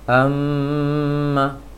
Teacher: kalau mim ada aliran suaranya sampai ke hidung